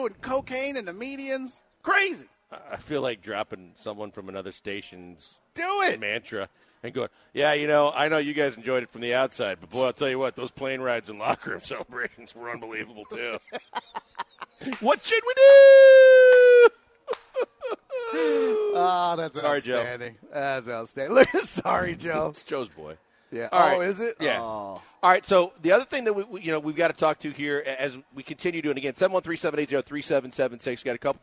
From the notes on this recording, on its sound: live from The Decoy